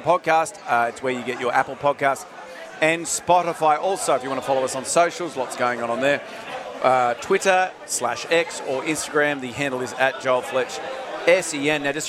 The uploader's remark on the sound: our final afternoon from the Sporting Globe at Kings Street Wharf in Sydney